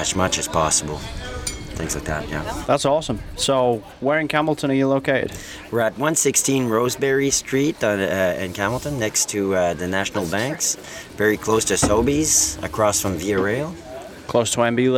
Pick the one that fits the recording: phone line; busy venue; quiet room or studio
busy venue